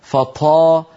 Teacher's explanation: فطا هذه طاء مهموسة غير صحيحة، فطا فطال عليهم فطا طا، هكذا الطاء الفصيحة المجهورة.